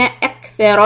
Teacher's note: كاف سكون a little hams, let the air flow.